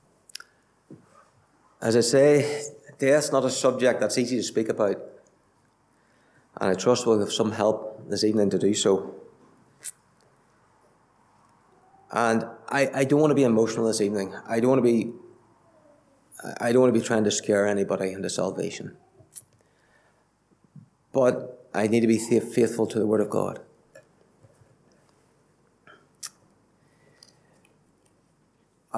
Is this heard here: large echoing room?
yes